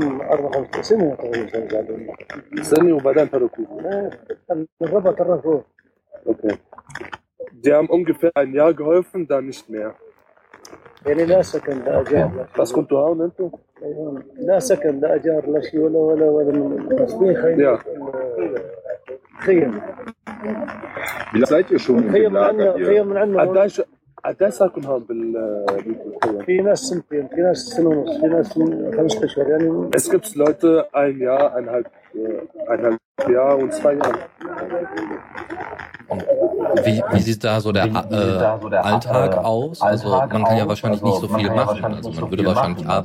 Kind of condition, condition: setting, outdoors